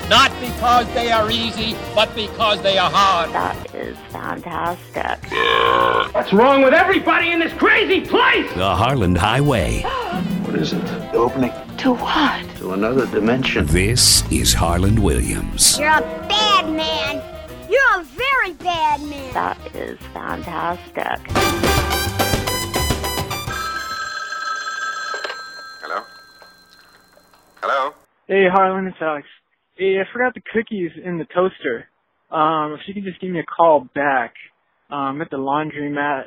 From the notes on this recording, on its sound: Phone calls to a laundromats.